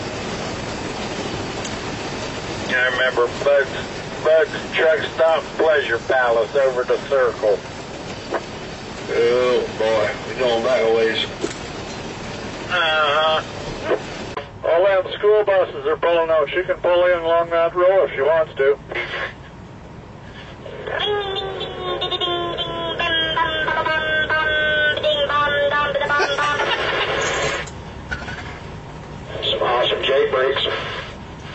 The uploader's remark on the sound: some friends called